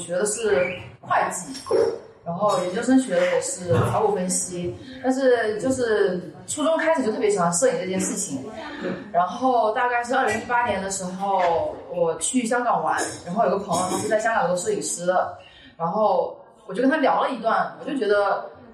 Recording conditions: poor sound quality